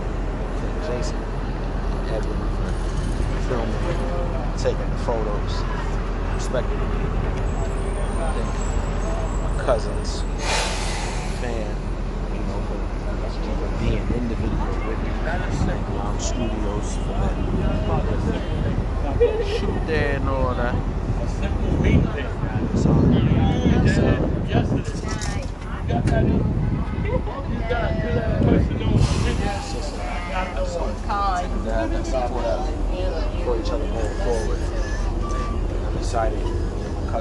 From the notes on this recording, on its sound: Sorry for the loud noises on the train and bus